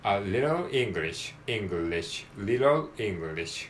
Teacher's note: little English a little English ね little English はい、little のリーとえー、最後のリトルのルですね。L が2つ出てきますね。リトルイングリッシュのリの部分ね。ここも L が出てきますね。L が 3, 3つ出てきますね。A littleEnglish。で、リトルの最後の、えー、後半の L は、まあ、あんまりこう強く発音しないで弱く、えー、発音するようなイメージで